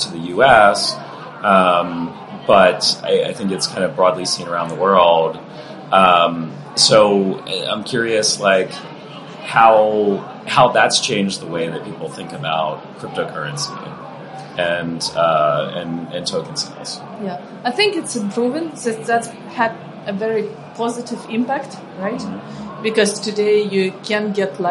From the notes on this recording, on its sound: This week, we're sharing another conversation from our series of interviews at the Web Summit conference last year.